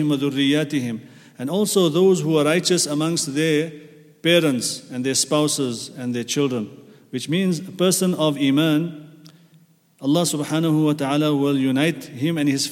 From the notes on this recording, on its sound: at the Houghton Masjid (West Street)